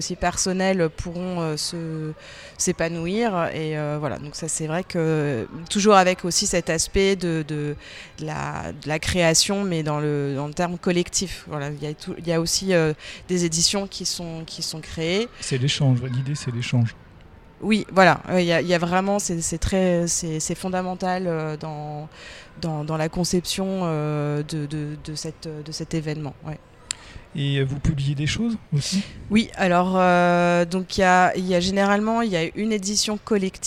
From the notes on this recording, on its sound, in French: Un échange enregistré lors de l'édition 2023 du festival Le Livre à Metz.